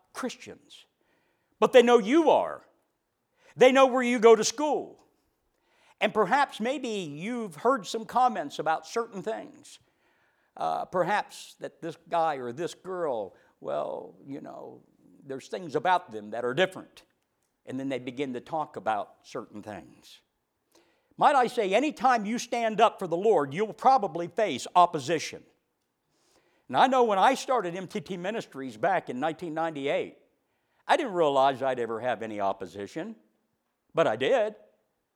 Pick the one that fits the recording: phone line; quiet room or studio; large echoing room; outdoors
large echoing room